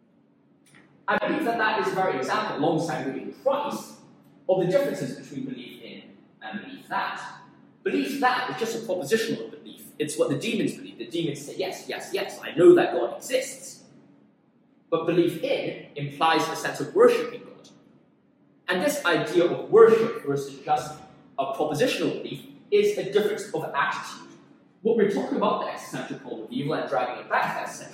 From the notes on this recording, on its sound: Apologies for the poor audio, I was recording this in another room to use the whiteboard!